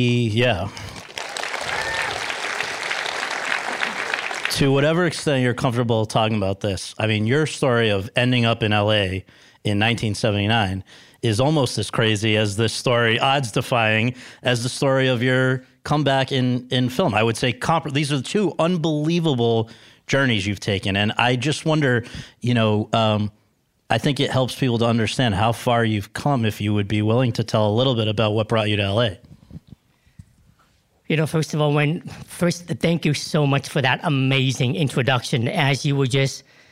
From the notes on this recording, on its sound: LIVE. In front of an audience at Chapman University.